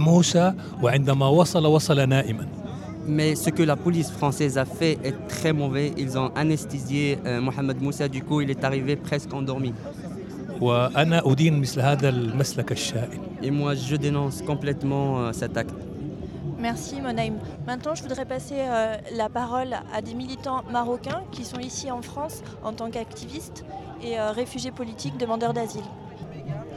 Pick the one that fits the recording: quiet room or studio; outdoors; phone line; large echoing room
outdoors